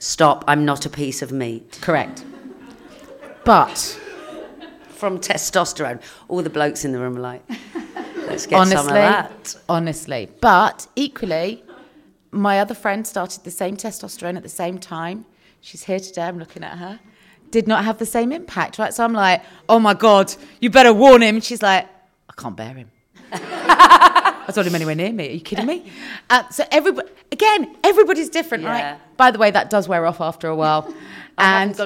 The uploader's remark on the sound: Live from Acast HQ. Recorded in front of a live audience at Acast's offices in London!